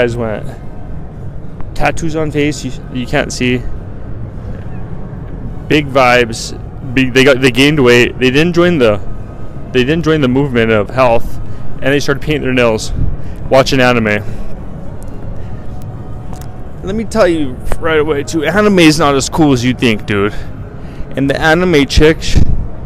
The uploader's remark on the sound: LIVE from RESORTS WORLD